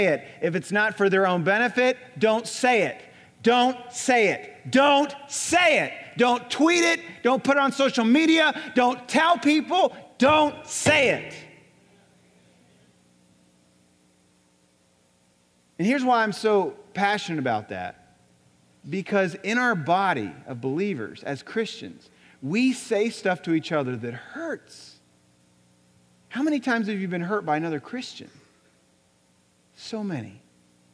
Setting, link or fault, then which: setting, large echoing room